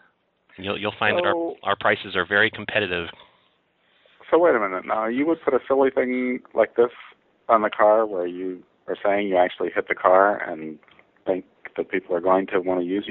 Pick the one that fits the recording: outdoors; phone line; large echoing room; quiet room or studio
phone line